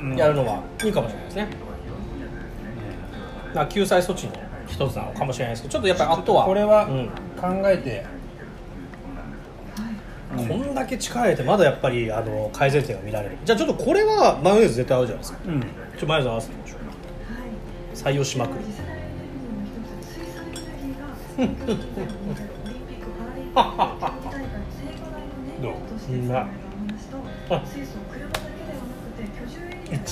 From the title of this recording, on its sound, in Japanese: 薫り豊かなお店でお届け